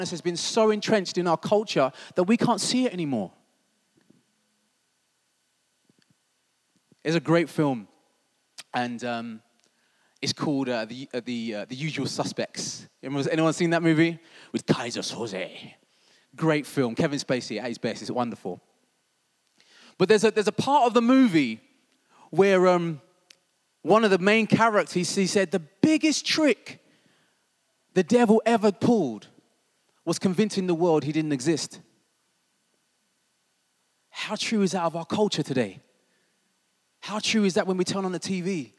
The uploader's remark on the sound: This was recorded at Skylark Church.